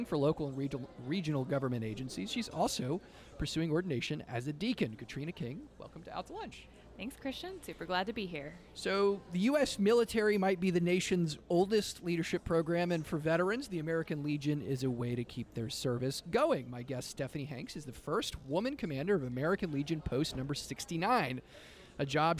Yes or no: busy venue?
yes